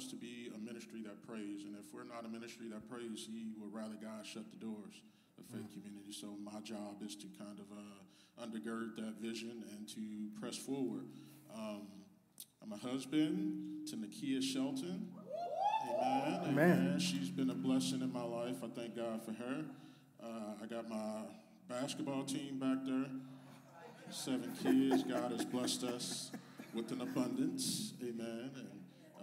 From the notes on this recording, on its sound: Live Discussion Q &. The Pastors of Faith Community come together and give a live Q&A.